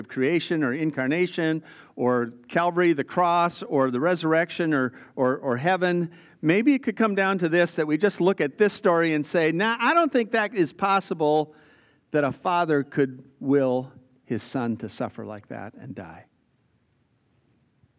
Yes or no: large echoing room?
yes